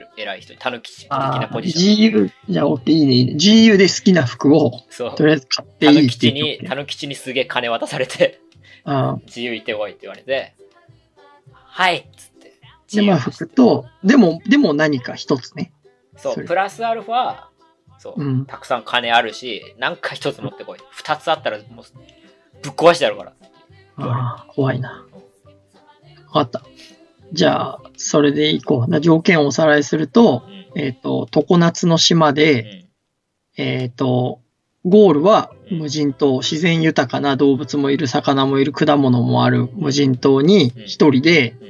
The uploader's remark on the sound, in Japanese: 2020年にYoutubeで配信した音源のアーカイブです。音質や編集にお聞き苦しい箇所があるかと思いますが。